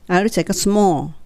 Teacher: I'll take a small なので最後の「レ」は聞こえないと思います。止まるのでね、音が。